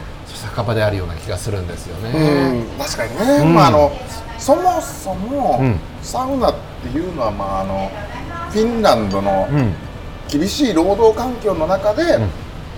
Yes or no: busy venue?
yes